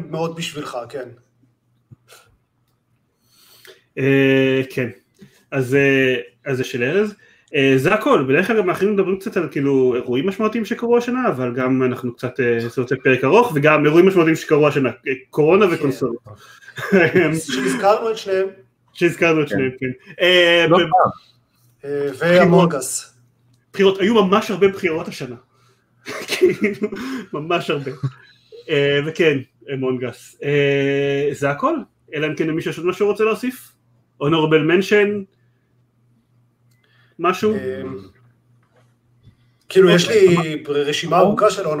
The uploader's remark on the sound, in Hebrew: למה איכות הסאונד מחורבנת ויש כל כך הרבה תקלות.